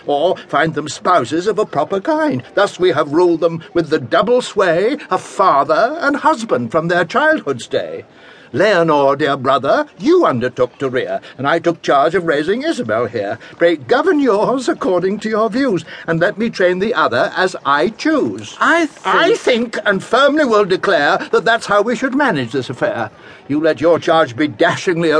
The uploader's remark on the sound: Format: Original Recording. A full-cast performance. Two of Molière's most popular plays see a modern performance from a talented cast in this live recording from L.A.